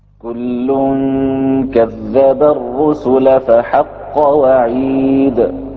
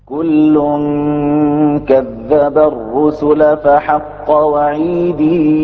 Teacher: يثبت الياء فيها ورش في حالة الوصل · Shown in: second take